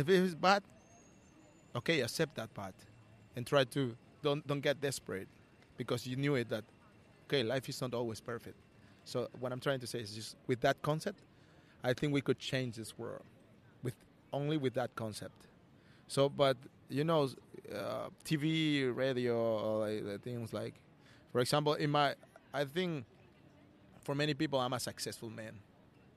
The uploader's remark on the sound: The street, so you’ll be immersed in the natural sounds of the Melbourne CBD.